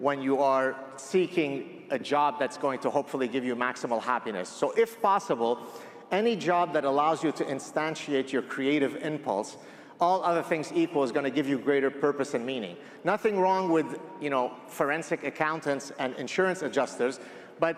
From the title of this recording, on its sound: My Talk at AmericaFest 2023